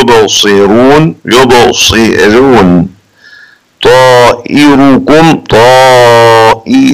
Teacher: ثم قال وذات الضم رقق في الأصح، يعني هنرقق الراء إذا كانت مضمومة · Term: الترقيق